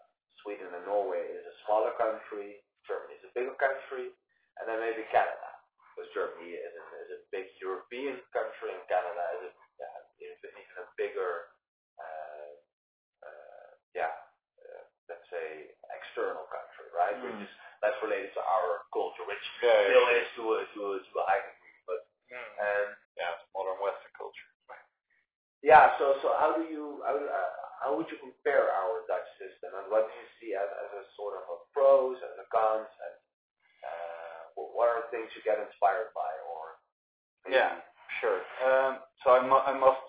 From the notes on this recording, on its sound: (audio issues). Despite our audio issues.